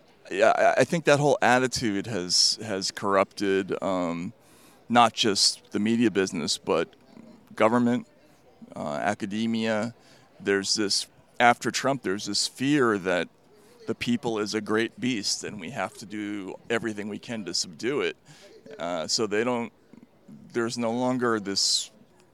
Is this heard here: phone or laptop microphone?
no